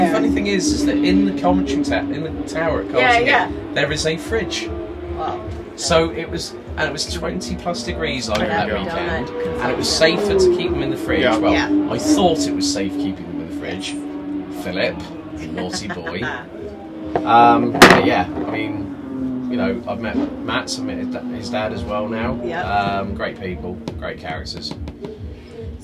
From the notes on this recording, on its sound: At Zolder for a Belcar Sprint Cup weekend. We stole a bit of time in the camper to record this episode.